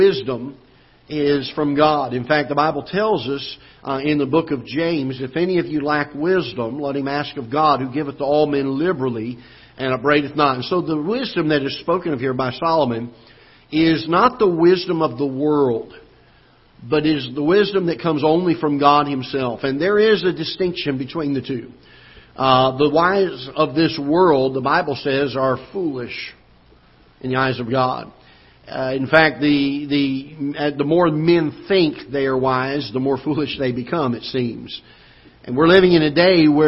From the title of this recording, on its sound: Ketha Heights Baptist Church ~ Live Broadcast